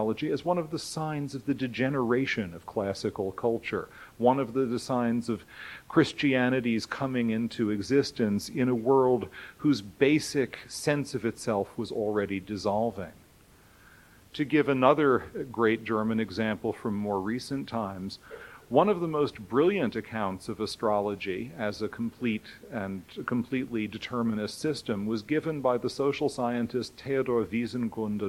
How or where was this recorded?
large echoing room